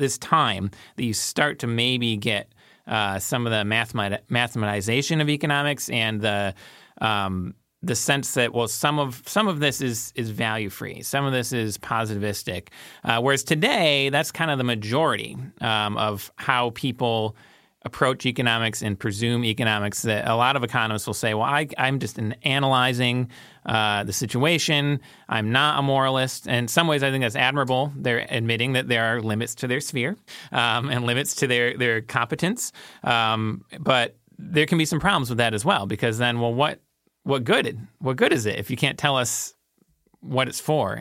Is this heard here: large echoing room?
no